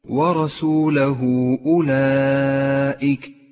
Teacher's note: جاءت هاء الضمير وقبلها حرف متحرك وبعدها حرف الهمزة، يسمى مد الصلة الكبرى. اخترنا قصر مده على حركتين، وهو أخ شقيق للمد المنفصل.